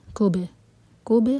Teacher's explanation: کیف کے دمہ کے بعد با پر ہمارے ہوٹ گول نہیں رہنے چاہیے، با پر ہم کریں گے قلقلہ